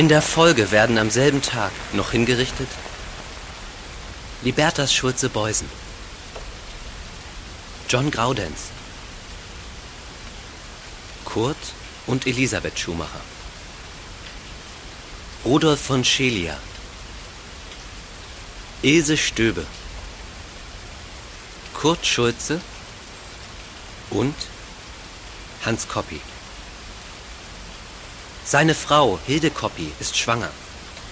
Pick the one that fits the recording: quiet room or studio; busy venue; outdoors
outdoors